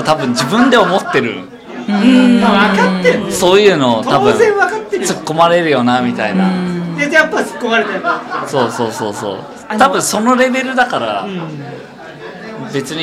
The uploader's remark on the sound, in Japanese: 東中野「雑談」さんにておこなわれた名盤ラジオ初のオフ会公開収録②！各メンバー、いつも以上にたいへん酔っ払っております。お店の雰囲気、臨場感も含めてお楽しみください。お酒を飲みながらダラダラと語っていく番組です。